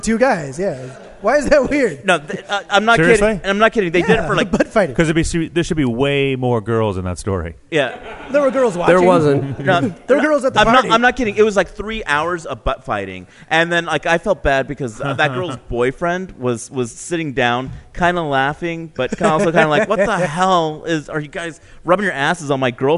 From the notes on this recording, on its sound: A special live taping at the launch party for The Comedy Podcast Network. This epsiode was taped in front of a live, theater audience in Santa Monica, California.